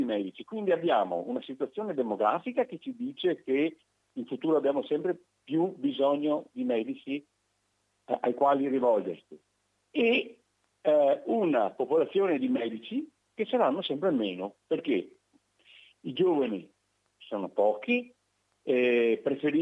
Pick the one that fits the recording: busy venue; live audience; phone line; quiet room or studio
phone line